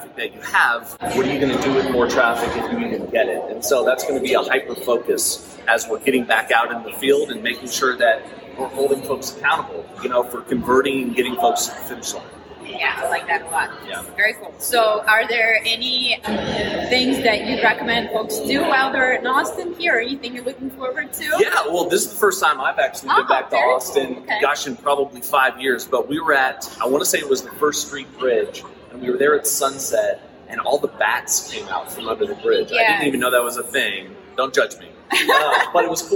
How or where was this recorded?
busy venue